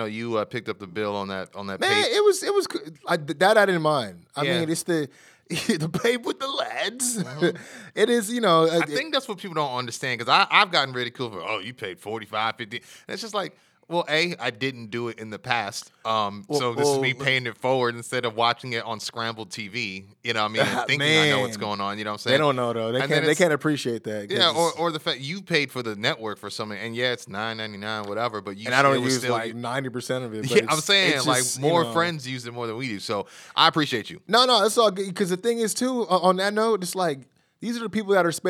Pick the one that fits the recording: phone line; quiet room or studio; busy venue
quiet room or studio